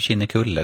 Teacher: vi har ju den här förmjukningsregeln att K framför främre vokal blir mjukt